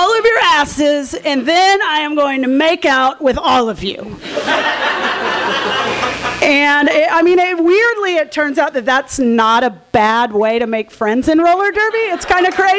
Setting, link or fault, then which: setting, live audience